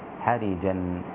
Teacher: أما شعبة فقرأ حرجا بكسر الراء فيصير النطق بها حرجا، هكذا يجعل صدره ضيقا حرجا كأنما يصعد في السماء.